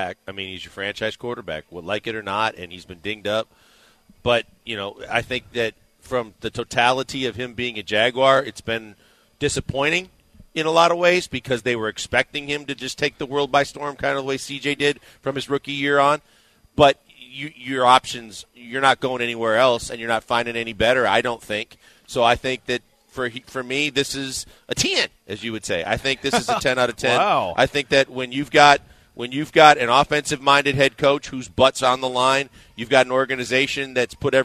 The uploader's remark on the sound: LIVE from X-Golf in Katy!